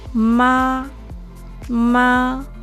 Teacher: Es alto y plano · Term: primer tono